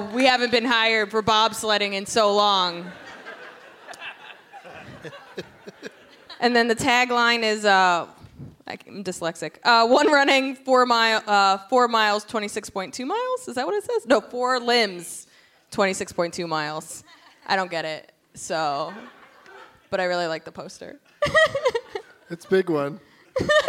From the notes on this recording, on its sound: Live from the Gramercy Theatre in New York City